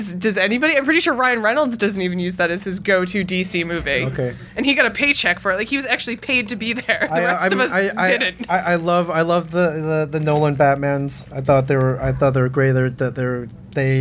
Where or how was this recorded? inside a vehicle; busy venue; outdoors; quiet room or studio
busy venue